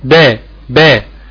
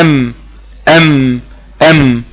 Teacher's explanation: الباء بتخرج بانطباق الشفتين من الداخل بينما الميم بتخرج بانطباق الشفتين من الخارج. انت عندك في الشفه برضك فيها جزئين جزء خارجي وجزء داخلي زي ما احنا شفنا شويه.